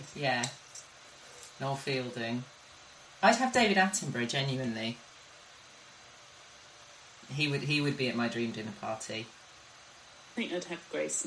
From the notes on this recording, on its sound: Apologies for the sound quality on the podcast, I can't control my guests.